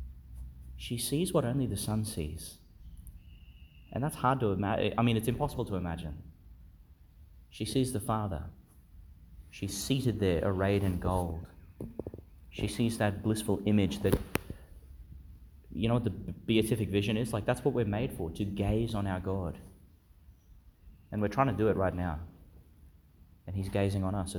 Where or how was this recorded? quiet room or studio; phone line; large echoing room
large echoing room